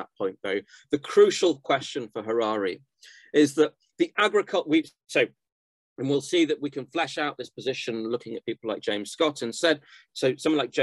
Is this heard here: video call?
yes